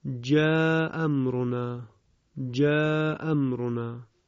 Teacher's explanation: در روایت بزی از ابن کثیر، همزه اول یا همزه دوم، به تعبیر دیگر یکی از دو همزه حذف می شود. اینجا در واقع با یک همزه قرائت می شود.